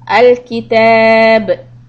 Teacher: You're going to stop on the word كتاب. If you stop, then the ba will give a little bounce. It's called قلقلة.